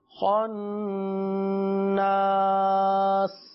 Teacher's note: آخر میں سین کی سیٹی کی آواز بھی ظاہر ہوگی